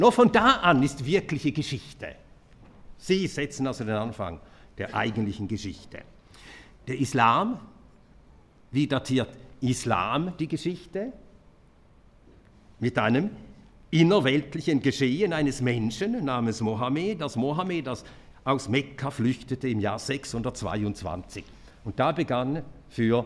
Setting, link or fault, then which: setting, live audience